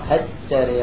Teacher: قرأ هتري، طبعا لو وقف على تري يميلها، هتري فهتري، هكذا قرأ هتري، راحت اللام كلها · Term: الإدغام